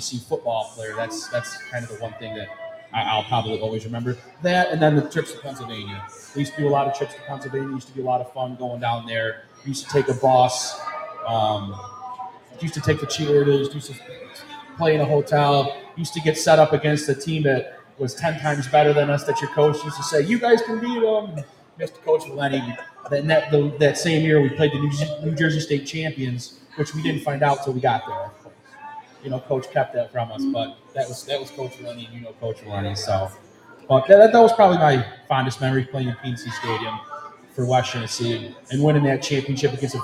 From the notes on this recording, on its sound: Happened ONSITE at The Wildcat Sports Pub. Happened ONSITE at The Wildcat Sports Pub. On-location on 3680 Milton Ave, Camillus, NY.